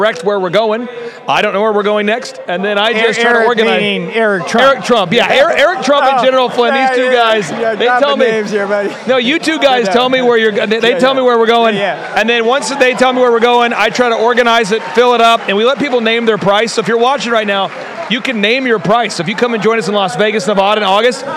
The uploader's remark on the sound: Live From ReAwaken America Tour